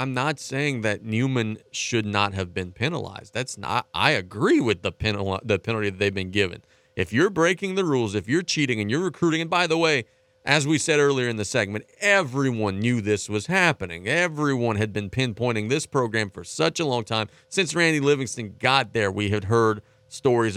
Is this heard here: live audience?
no